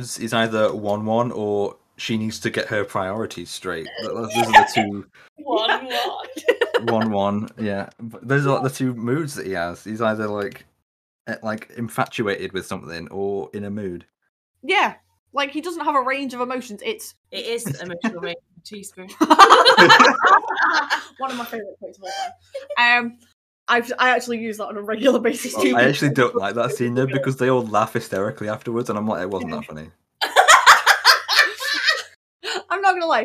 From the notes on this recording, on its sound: We're continuing season 2 with more audio issues! The first few minutes had to be cut but don't worry, we had barely started.